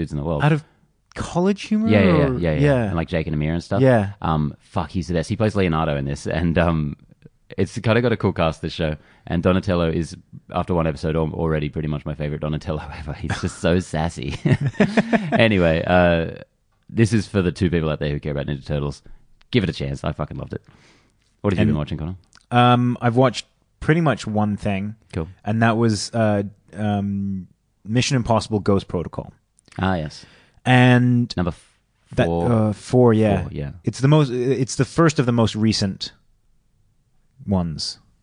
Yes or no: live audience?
no